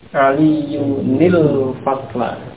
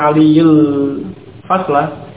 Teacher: cara membaca ketika tanwin diikuti alif lam, maka ditambahkan nun yang di kasrah antara keduanya. · Shown in: first take